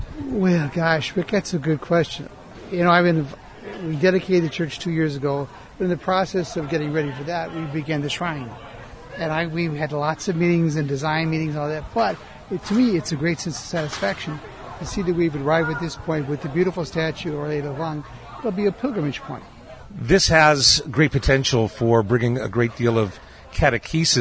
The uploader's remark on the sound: MEDIA DAY AT OUR LADY OF LA VANG SHRINE. We’re going to leave our broadcast facility in the Tower of Hope and take our mobile studio outdoors. Recently joined in the outdoor festivities at Christ Cathedral for media day.